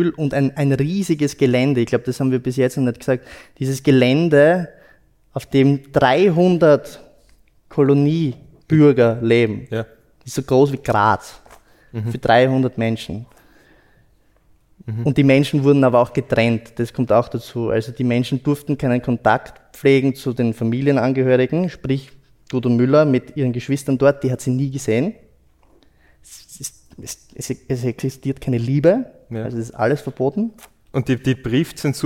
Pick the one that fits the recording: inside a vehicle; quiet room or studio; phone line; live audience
live audience